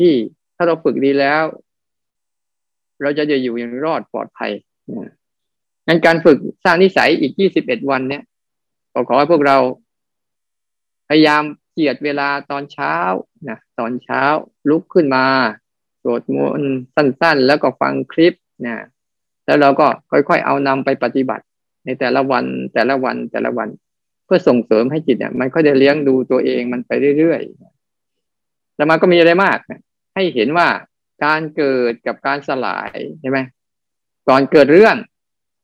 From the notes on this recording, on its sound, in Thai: เป็น 1 ใน 3 คอร์สออนไลน์ (ผ่านโปรแกรม Zoom)